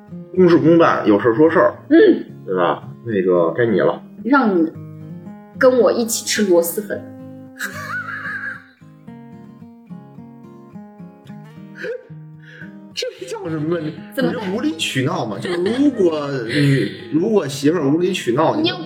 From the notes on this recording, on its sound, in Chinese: 本期为视频节目。这是我们用摄像头直接录制的，声音质量着实堪忧。